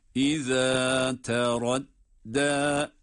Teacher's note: İza teradda derken dal harfi de ince okunan ve med yapılan bir durumda. Dal harfi zaten ince okunuyor ama med ile de uzatarak duruyoruz.